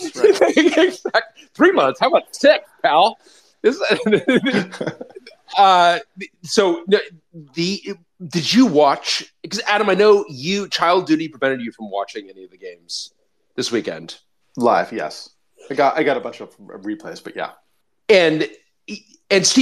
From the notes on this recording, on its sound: here is the recording for our Twitter Space for October 24th, 2022